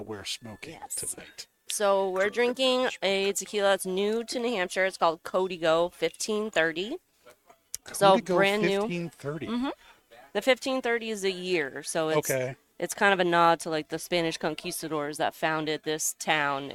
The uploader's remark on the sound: Recorded live from the 7-20-4 Lounge!